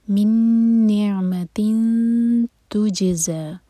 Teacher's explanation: جم پر قلقلہ اور زا buzzing sound کے ساتھ اور دو حرکہ لمبا. یہ حمد اس لیے ہے کیونکہ نیکسٹ آیا جو ہے وہ حمزہ سے شروع ہو رہی ہے تو اگر کنٹینیو کریں گے تو اس مد کو ادا کریں گے ادروائز زا دوہر کا لمبا. · نعمتن تا مربوطہ کی تنوین کے بعد نیکسٹ ورڈ جو ہے تا سے شروع ہو رہا ہے تو یہاں پر ہم اخفاء کریں گے نون کی آواز کو چھپائیں گے اور لائٹ اخفاء ہوگا تا کے لیے زبان تیار کریں گے اور دو سیکنڈس کا ٹائم دیں گے.